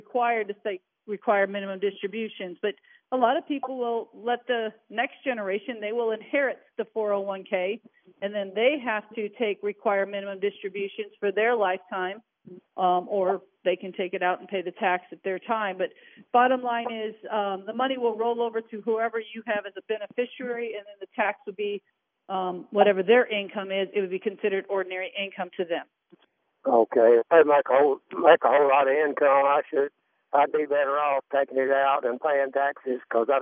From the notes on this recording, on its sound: Is on phone while at the annual Christmas Parade in Gallatin . Answer questions from callers live. Live from America's Music City. Live from the parade scene.